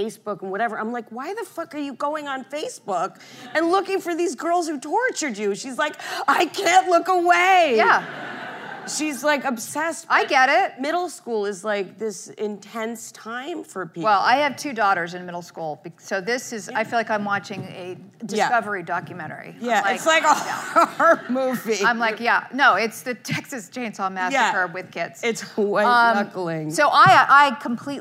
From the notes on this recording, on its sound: The conversation was recorded on Nov 2, 2016 in front of a live audience at New York's 92nd Street Y.